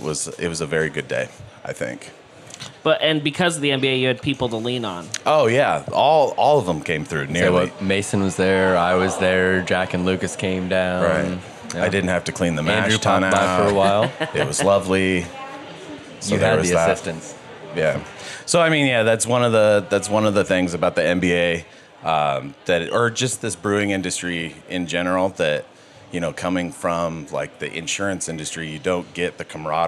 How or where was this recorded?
busy venue